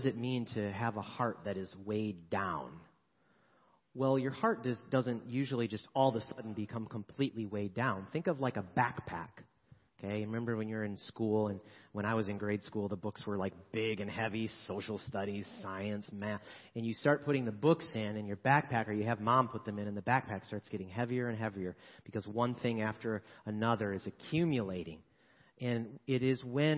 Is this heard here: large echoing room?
yes